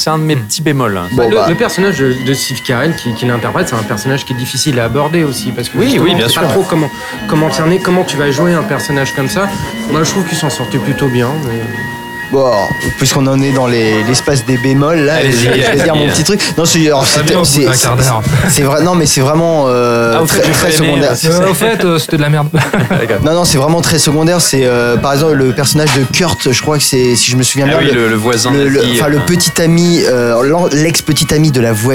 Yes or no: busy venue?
yes